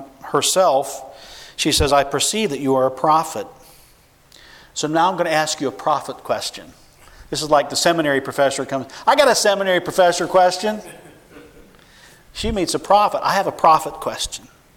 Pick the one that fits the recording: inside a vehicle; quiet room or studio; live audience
live audience